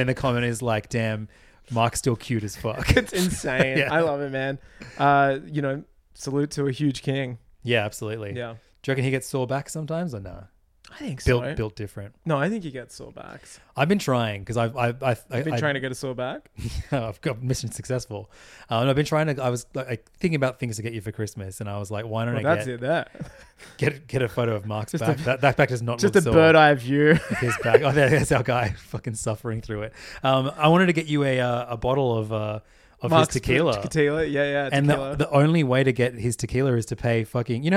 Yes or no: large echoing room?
no